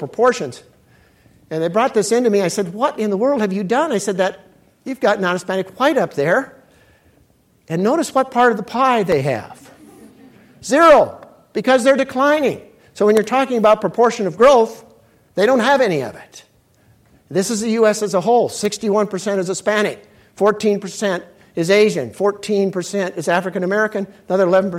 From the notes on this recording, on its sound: keynote speech of The Texas Tribune Festival